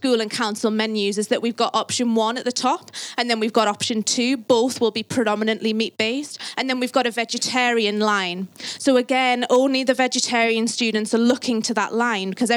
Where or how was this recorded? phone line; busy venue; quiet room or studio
busy venue